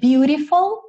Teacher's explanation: o T virou rarara